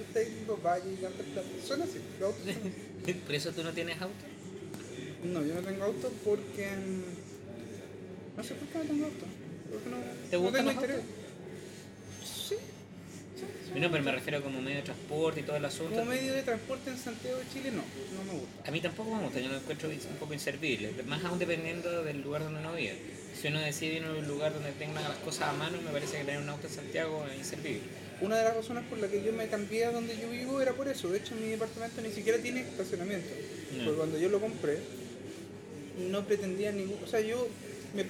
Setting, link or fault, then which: setting, busy venue